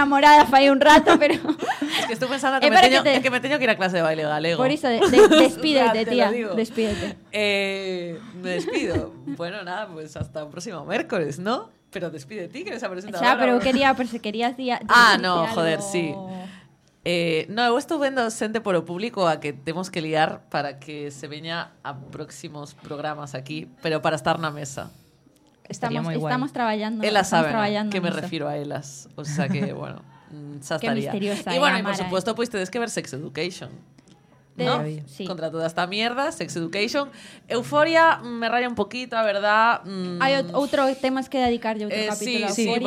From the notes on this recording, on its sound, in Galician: O PROGRAMA GRÁVASE CON PÚBLICO PRESENTE OS MÉRCORES 20 HORAS NO CAFÉ UF (Rúa Pracer 19 VIGO)